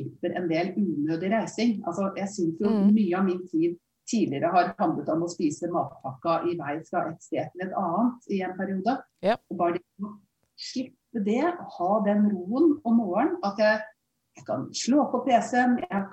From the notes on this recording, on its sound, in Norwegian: Når alle er på hvert sitt hjemmekontor. Beklager litt dårlig lyd.